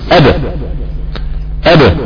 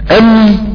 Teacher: الصوت كله بيخرج من الفم قبل انغلاق الشفتين · Shown in: first take